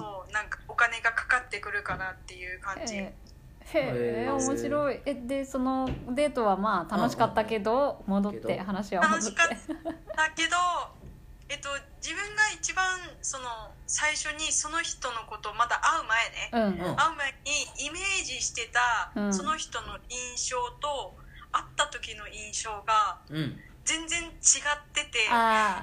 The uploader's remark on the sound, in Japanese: LINE電話でのやりとりなので、声が遅れたり音質が悪いことがありますので、ご了承ください。